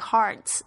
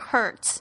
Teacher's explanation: 所以是 hearts，而不是这个卷舌音，不是 hurts · Shown in: first take